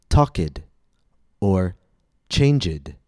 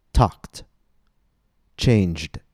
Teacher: They make the mistake of saying talked or changed. These verbs, talk and change, do not end in T or D, and therefore the past tense only has one syllable. · Shown in: second take · Students often comment that a word like changed sounds like it has two syllables, but it does not. The ED ending in changed does not have a vowel sound, and according to the rules of English pronunciation, without a vowel sound, there can be no syllable.